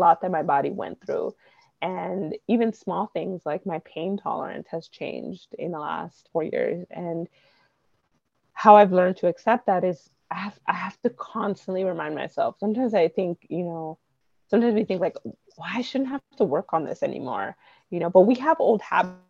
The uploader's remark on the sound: Apologies for the little glitches this time — I’m not sure how that happened.